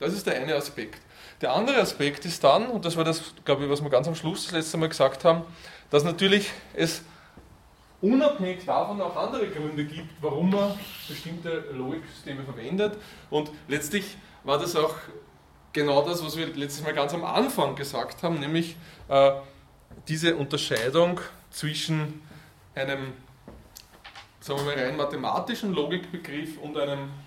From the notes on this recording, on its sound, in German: Diese Vorlesung wurde von Studierenden aufgenommen